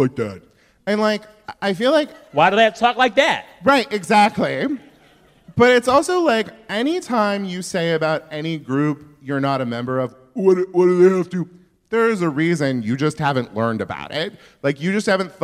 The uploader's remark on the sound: At the Crawford Family Forum at KPCC in Pasadena, Calif. Takes questions from the audience.